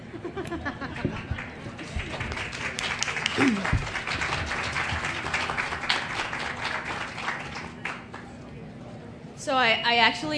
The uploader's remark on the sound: a panel from the Pima County Public Library Nuestras Raices Pavillion